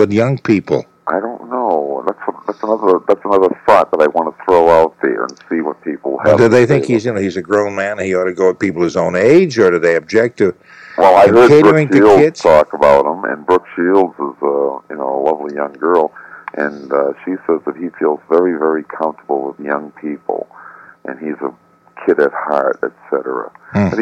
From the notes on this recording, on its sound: I’m producing and on the phone from MC.